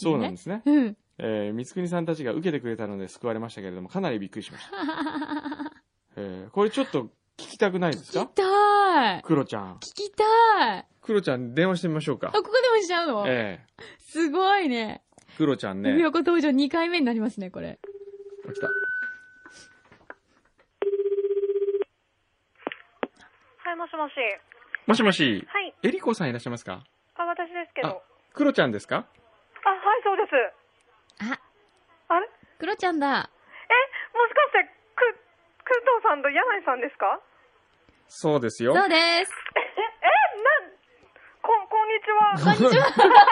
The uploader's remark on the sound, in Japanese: 今週から、リスナーへのサプライズ電話インタビューが復活しました！